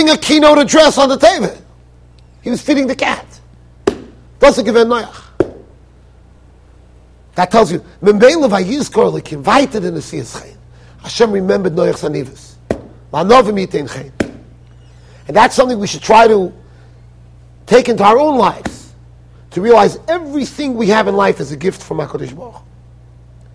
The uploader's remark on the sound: Shiur recorded in Yeshivas Ohr Reuven, Monsey NY.